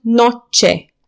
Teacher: Spaniolii au mers chiar mai departe, au mutat limba pe cerul gurii și au obținut noce.